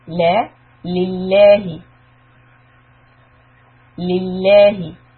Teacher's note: Lafzi jalala lam here will be soft.